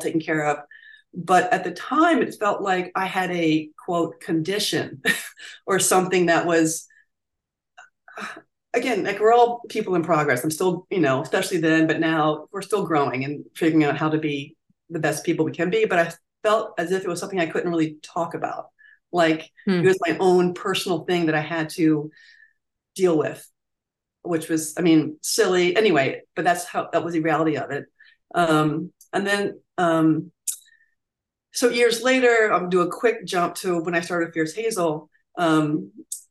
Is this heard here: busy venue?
no